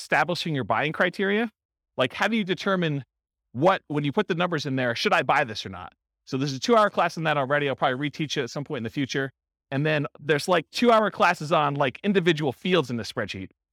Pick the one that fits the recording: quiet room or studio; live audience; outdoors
live audience